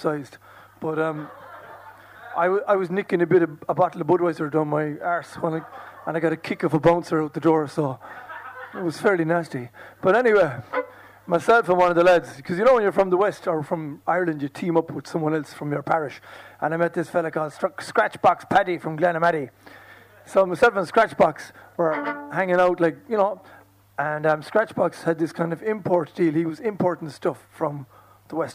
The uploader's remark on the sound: Performance at this year’s Lingo Festival. This audio was originally produced and broadcast live by Near FM with the support of the Broadcasting Authority of Ireland Sound and Vision scheme.